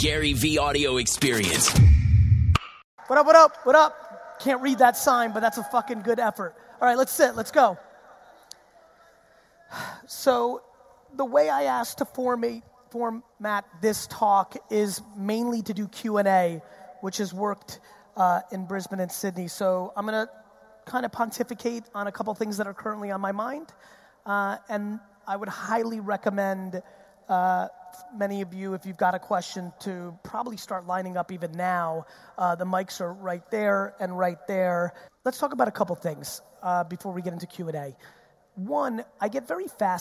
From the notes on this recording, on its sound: Melbourne 2019 Keynote. This episode is a fire keynote I did in Melbourne a few weeks ago.